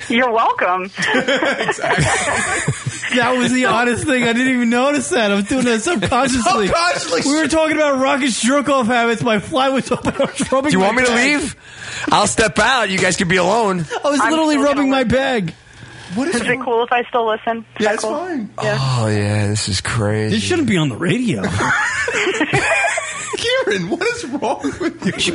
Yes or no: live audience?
no